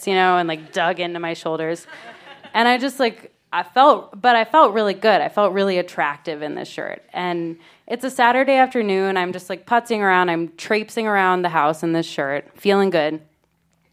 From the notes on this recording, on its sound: told this story live on 15 February 2017